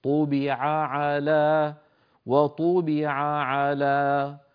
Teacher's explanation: يعني توالى في النطق حرف العين مرتين طبع على وطبع على فعلى القارئ أن يبين العين الأولى والعين الثانية ولا يعني يأتي بصوت كأن إحدى العينين يعني صوتها ضعيف أو مدغم